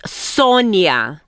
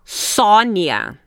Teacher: it's an open vowel in Portuguese · Shown in: second take